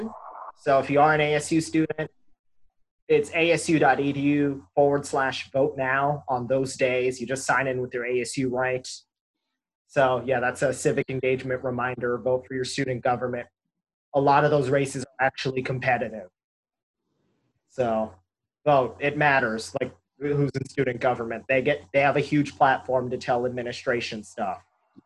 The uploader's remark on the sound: We once again recorded this show via Zoom and we apologize for any quality issues with the audio, we are working out how to make it better.